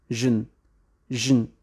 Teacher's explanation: Suena como j, j, Ahí hay una schwa entre la j y la n